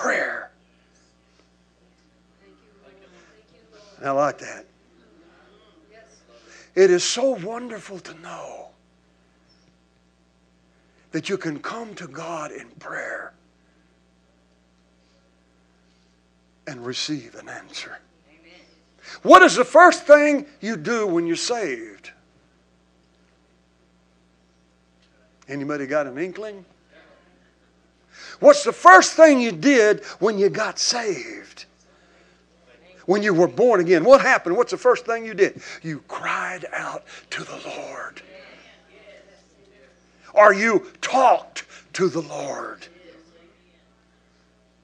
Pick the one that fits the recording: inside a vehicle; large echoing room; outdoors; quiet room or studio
large echoing room